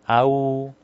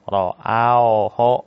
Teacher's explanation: Suaranya ke u ya, tidak boleh ke o. · Shown in: first take · Ke o, enggak boleh. · Term: lin